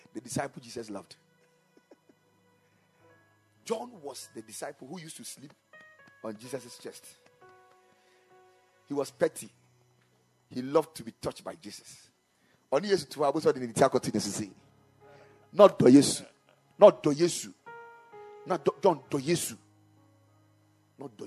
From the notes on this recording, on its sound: Preached at the Kingdom Sight Service.